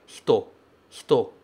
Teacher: A gente não pronuncia esse I.